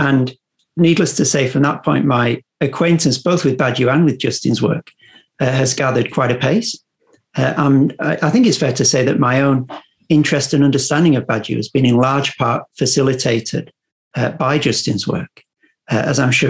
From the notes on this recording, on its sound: The seminar took place over Zoom